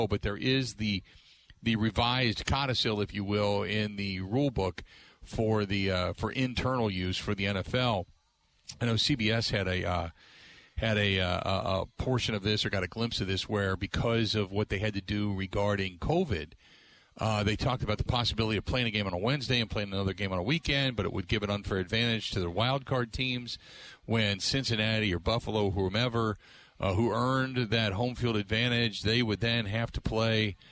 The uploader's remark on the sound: live at The Mecca in the Deer District